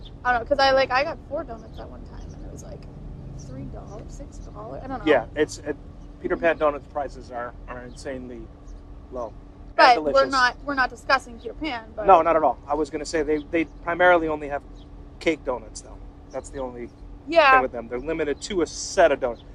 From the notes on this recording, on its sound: This is a first run of that experience in real-time, with literal munches on doughnuts as well as a lot of background noises happening during this recording. The recording is a little crude, as we decided to do an impromptu recording on our phones sans podcast equipment. Since it was our first test run, technical difficulties ensued during the process, which was caught in the audio.